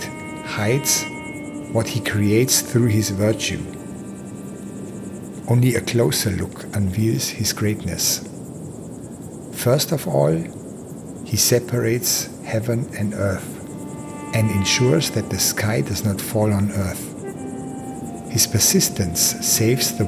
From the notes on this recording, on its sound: a 30-minute audio recording that I recorded in Morokko, crossing the Atlas mountains